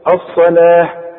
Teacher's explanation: واذا وقفنا التاء المربوطة دي تتحول الى هي